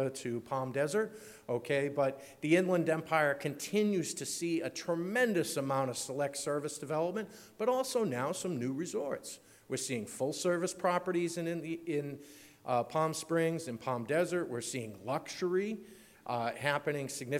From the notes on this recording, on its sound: Keynote from the 6th Annual California Lodging Investment Conference [CLIC] 6. Opening Keynote from CLIC.